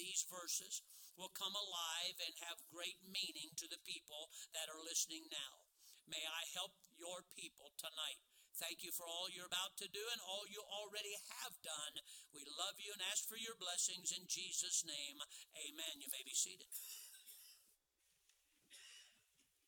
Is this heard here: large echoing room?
yes